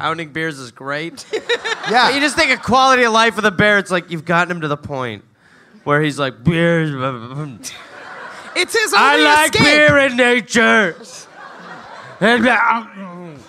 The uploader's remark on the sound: Live in Austin